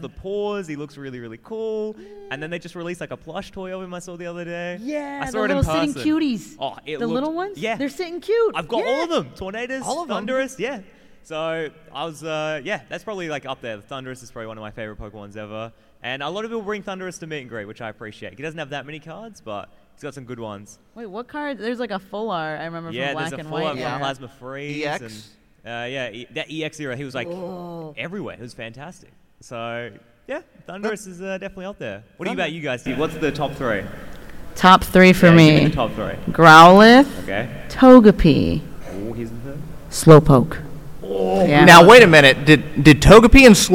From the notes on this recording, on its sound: LIVE From Card Party 2023! LIVE from Card Party 2023 in California!